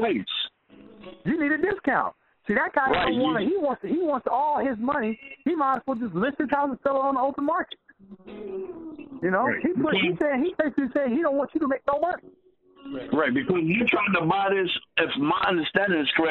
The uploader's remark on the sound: Q&A Call 2016-04-11